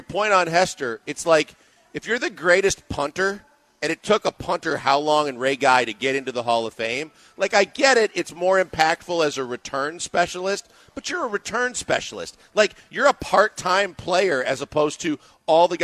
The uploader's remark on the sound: live from The Decoy